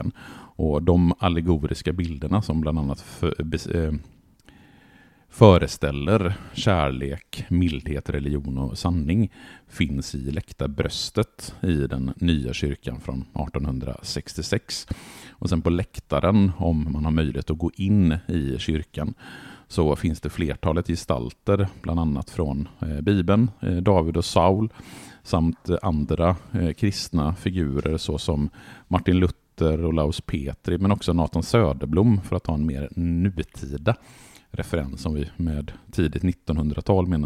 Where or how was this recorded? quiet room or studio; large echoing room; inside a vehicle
quiet room or studio